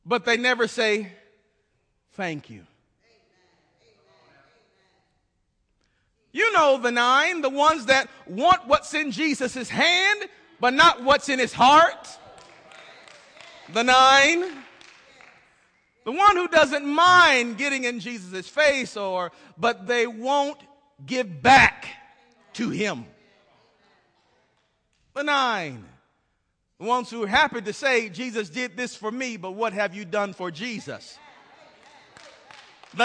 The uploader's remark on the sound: This message was recorded live at the First Baptist Church in Bremen, GA.